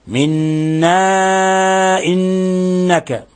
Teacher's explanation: حرف مد جاء بعده الهمزة، يعني حرف المد في كلمة والهمزة في كلمة أخرى، الحكم التجويدي مد منفصل، يمد من 4 إلى 5 حركات، لأن انفصلت الهمزة عن حرف المد.